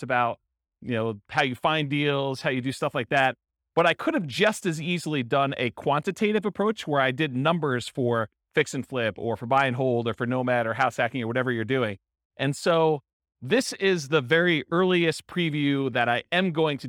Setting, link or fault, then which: setting, live audience